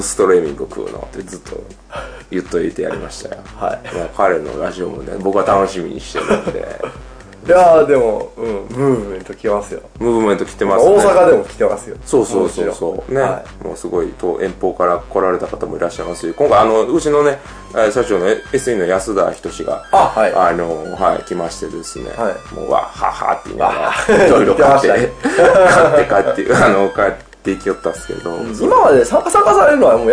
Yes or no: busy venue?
no